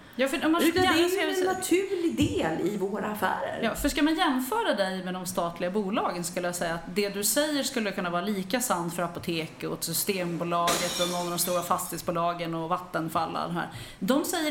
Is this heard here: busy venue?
yes